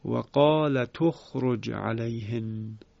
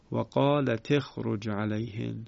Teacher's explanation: اون ضمه منتقل می‌شود به حرف ساکن ما قبل · Shown in: first take